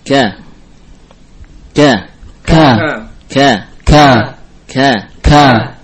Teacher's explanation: Kaf termasuk huruf yang keluar dari pangkal lisan, namun bukan yang paling pangkal. Sudah mendekati ke bagian tengah lidah. · Term: huruf kaf